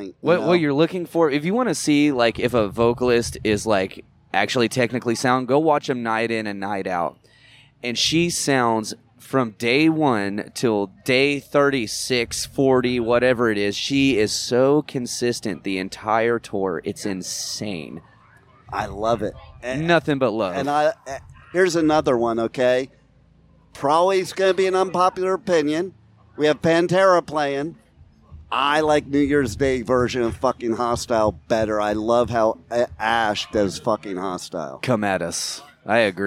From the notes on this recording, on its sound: At Blue Ridge Rock Festival 2023.